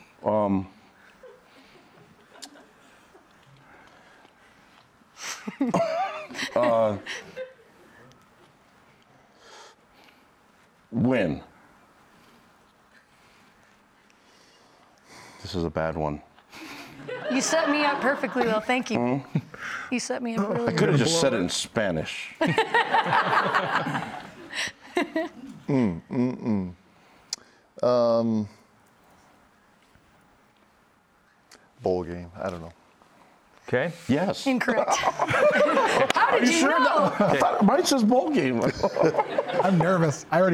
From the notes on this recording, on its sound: A live audience in Studio C.